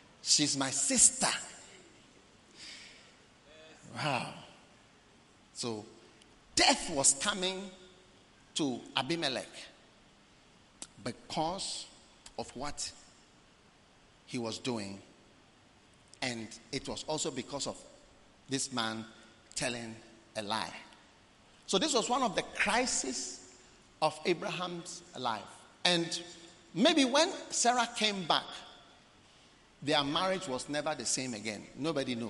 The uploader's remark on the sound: Preached at The Experience Service, Accra.